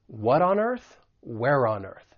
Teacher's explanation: we can link that flap T with the vowel sound in on. What on earth, where on earth.